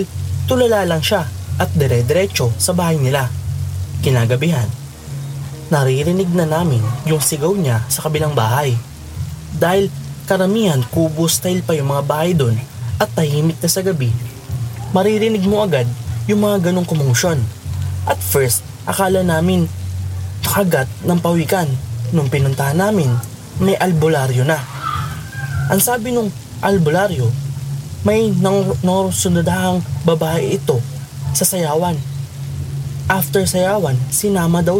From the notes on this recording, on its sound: Relaxing rain sound in the background too!